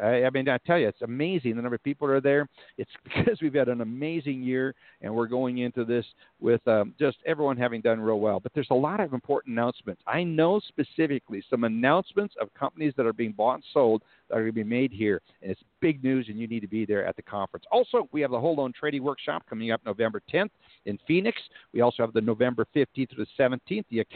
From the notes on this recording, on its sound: LIVE from the Motivity Conference in Denver, CO.